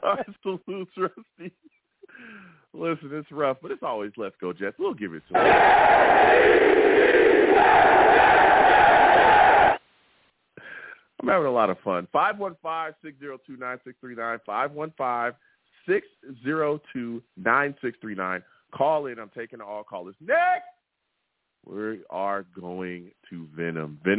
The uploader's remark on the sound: I take live callers!